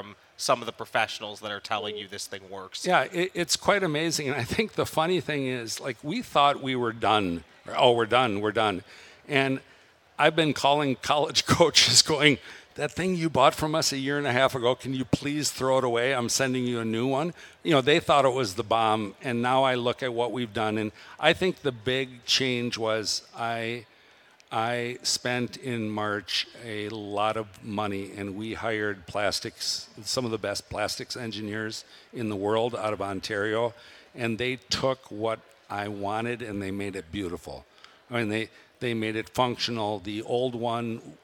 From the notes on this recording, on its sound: We are live at the Minnesota Golf Show. We are live at the Minnesota Golf Show from the Josh Arnold Investment Consultant podcast stage.